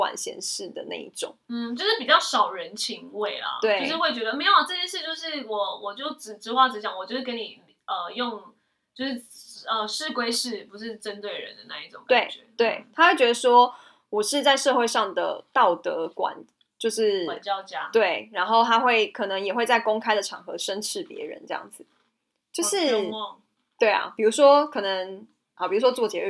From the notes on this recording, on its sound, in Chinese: 本集收音有狀況，收聽時有空曠環境感是正常的喔